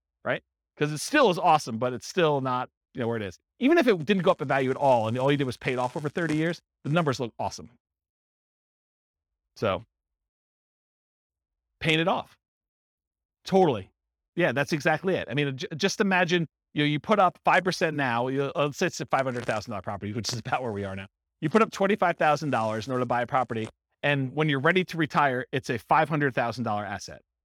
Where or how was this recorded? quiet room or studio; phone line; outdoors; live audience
live audience